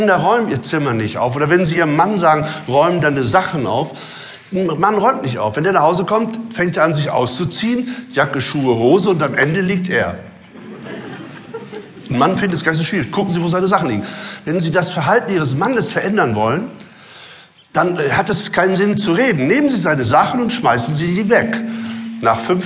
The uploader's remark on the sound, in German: Live Mitschnitt